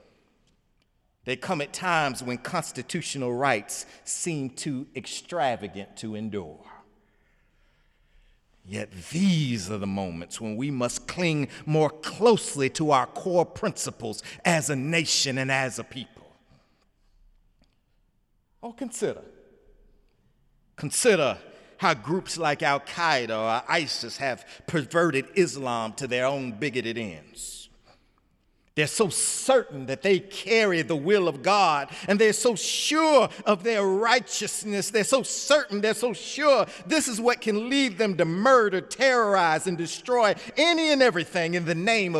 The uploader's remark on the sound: in the Memorial Church